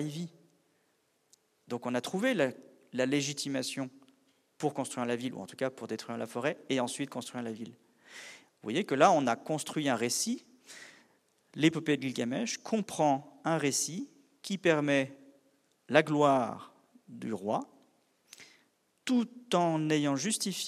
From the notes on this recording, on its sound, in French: Une conférence de l'ENSA, Ecole Nationale de Ski et d'Alpinisme à Chamonix-Mont-Blanc